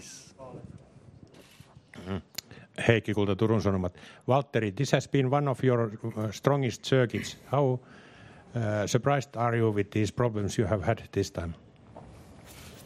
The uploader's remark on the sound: Germany Post-Qualifying Press Conference